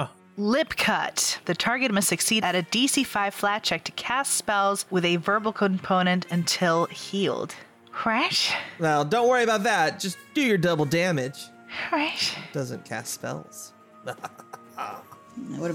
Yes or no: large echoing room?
no